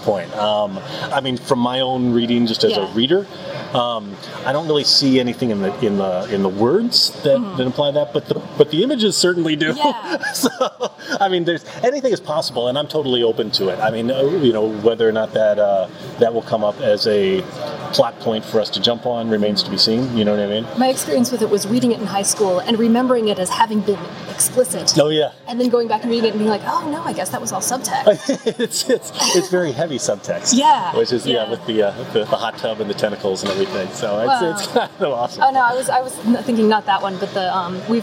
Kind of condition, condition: setting, busy venue